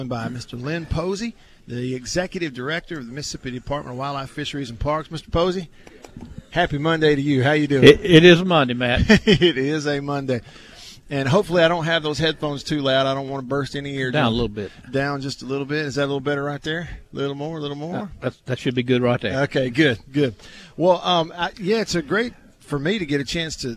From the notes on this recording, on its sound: LIVE from DeViney Equipment in Madison.